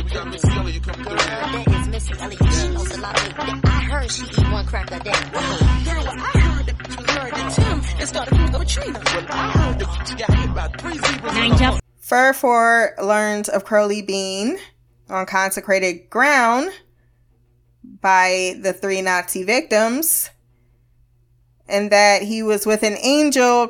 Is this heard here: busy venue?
no